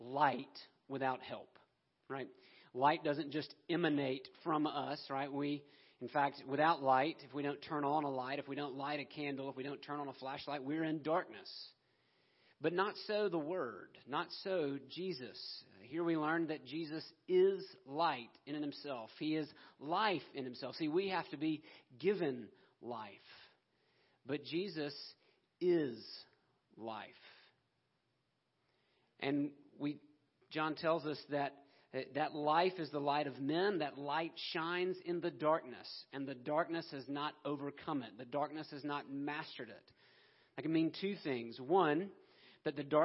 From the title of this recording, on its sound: Christmas Eve Service 2020 - Audio